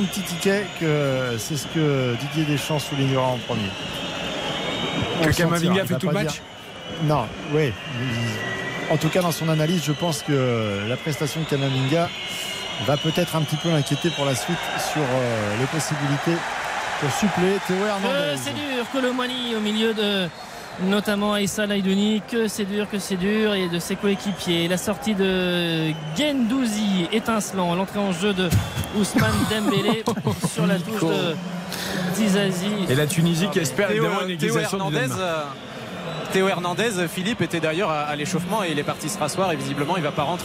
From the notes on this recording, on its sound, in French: en direct de Al-Rayyan